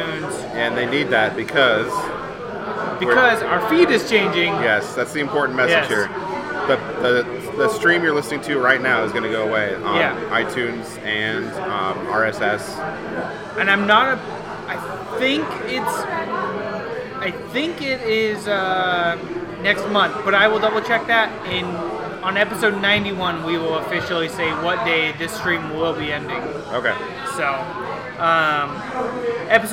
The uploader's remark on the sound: The guys are live from Fortside Brewing which is probably the closest they’ve been to their houses this entire time.